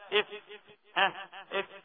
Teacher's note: من باطن الشفة السفلى مع أطراف الثنايا العليا ويخرج منه ليه الفاء إف ها إف فاء فاء فاء فاء شو واحد يقول لي فا فا واحد اسمه فادي نقول له تعالى يا فاضي نقول له يا فادي يا فادي ها فهمي ها فريد يعني كده الانفتاح كده.